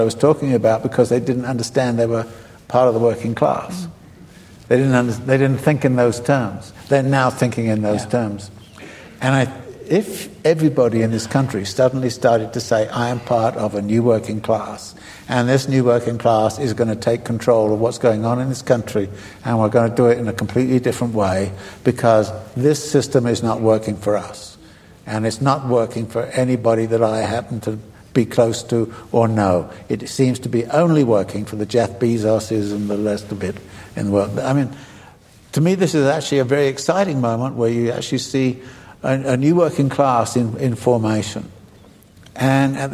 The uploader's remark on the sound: Recorded at the Lensic Theater in Santa Fe, New Mexico on October 24, 2018.